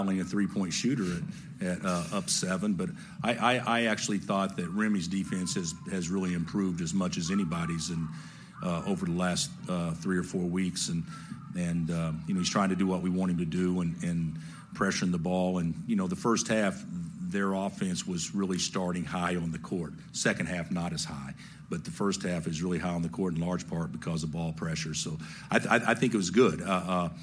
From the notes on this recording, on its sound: Postgame Audio From Kansas Sweet 16 Win Over Providence. Full post-game press conference.